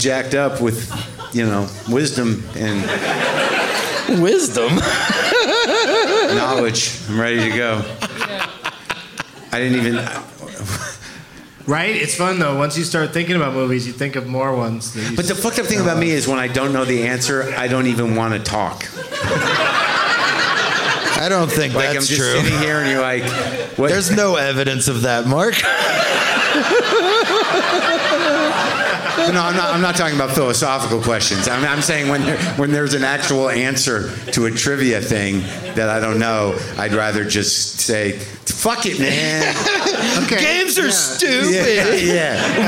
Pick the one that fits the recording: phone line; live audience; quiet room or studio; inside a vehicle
live audience